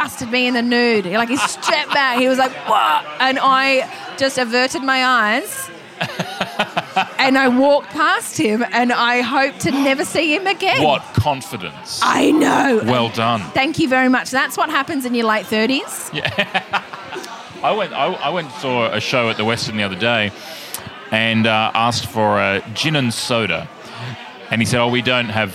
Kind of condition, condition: setting, busy venue